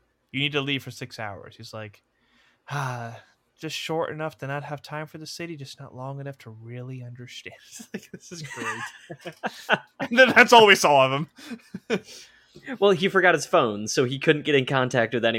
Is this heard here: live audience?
no